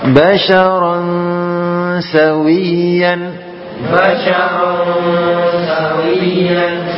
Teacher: Jadi dekatkan pada makhrajnya sin. Makhrajnya sin di mana? Di ujung lidah dengan gigi seri bawah.